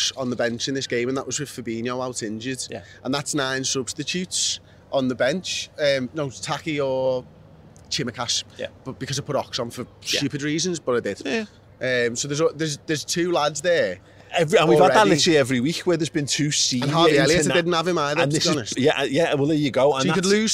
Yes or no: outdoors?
yes